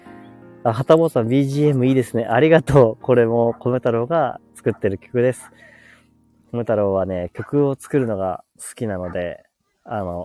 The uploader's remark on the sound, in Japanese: 公園に来てます！ゆっくり雑談。Live。